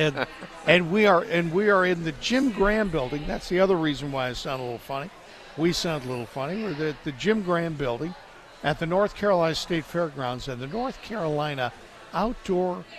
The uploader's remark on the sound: broadcast live from the North Carolina Outdoor Living Show